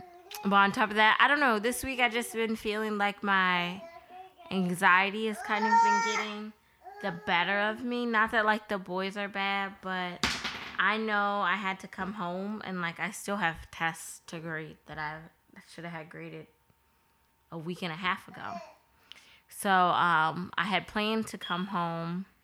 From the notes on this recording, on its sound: is very vocal during this recording.